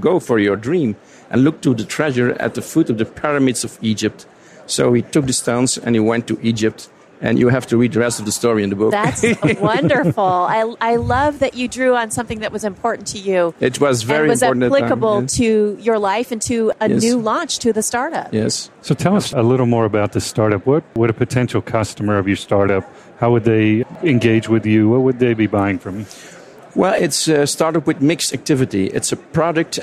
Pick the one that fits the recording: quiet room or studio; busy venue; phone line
busy venue